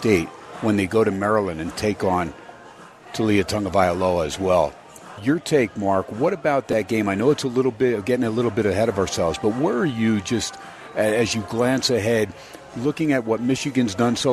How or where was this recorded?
busy venue